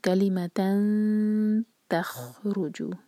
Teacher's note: تنوین میں جو نون کا ساؤنڈ ہوتا ہے اس کو چھپائیں گے اور تا کے لیے زبان تیار کریں گے